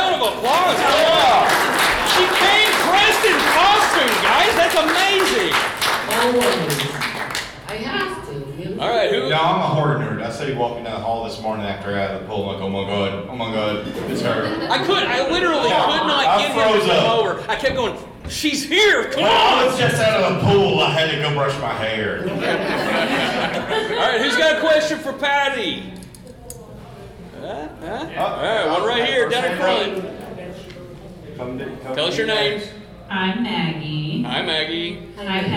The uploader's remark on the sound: Q&A Live from Bride of Frankencon